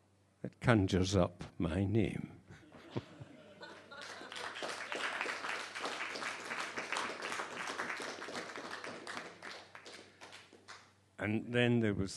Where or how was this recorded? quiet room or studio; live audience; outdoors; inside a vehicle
live audience